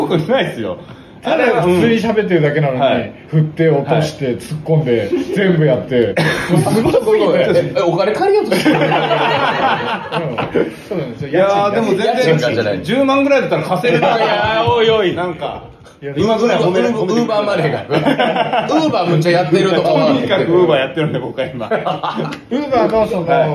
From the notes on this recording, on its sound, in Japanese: 本編とアフタートークのミックス。公開収録。